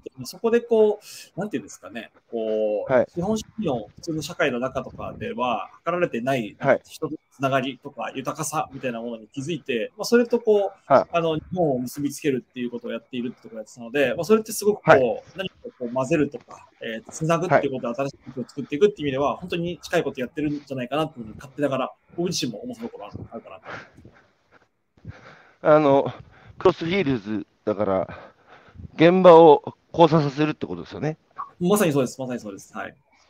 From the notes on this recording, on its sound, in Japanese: 歩きながら1時間、対談する。